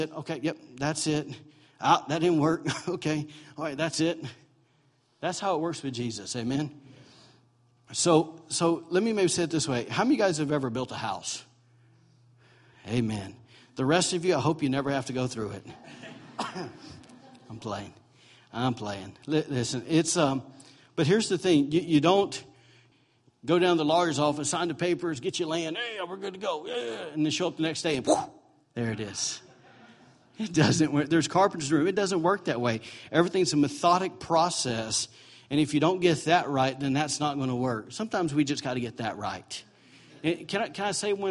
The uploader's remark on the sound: recorded November 5, 2017, during Sunday morning servie at Celebration Life Family Church